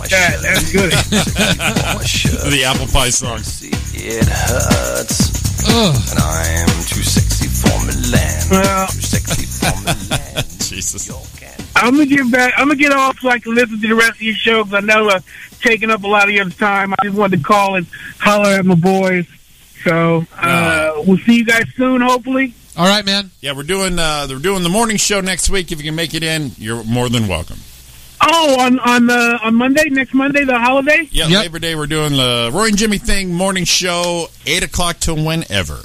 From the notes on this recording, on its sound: Drop in on the phones. We get a surprise call.